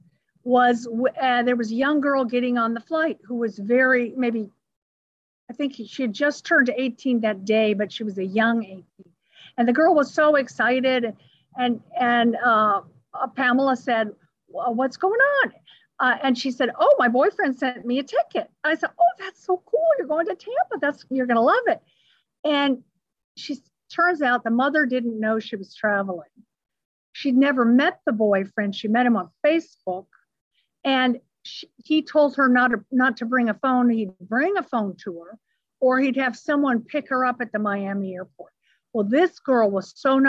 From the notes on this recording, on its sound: recorded over Zoom